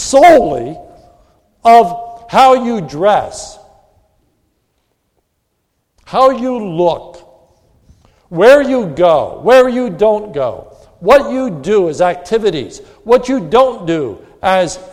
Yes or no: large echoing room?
yes